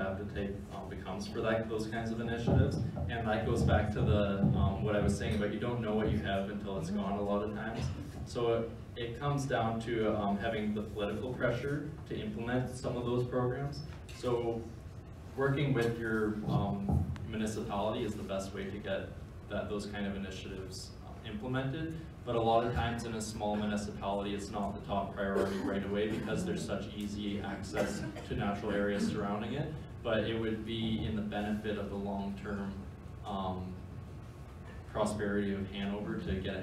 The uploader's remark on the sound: A keynote I gave on March 20, 2019